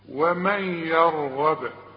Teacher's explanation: وانت لاحظت ان انا قلقلت الباء، هي مضمومة بس انا وقفت فلازم اقلقل